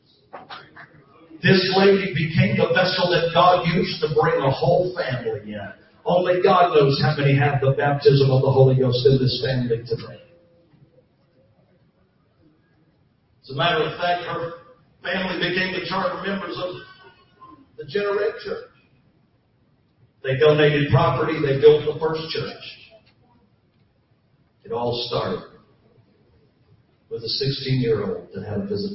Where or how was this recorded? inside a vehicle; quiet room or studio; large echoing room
large echoing room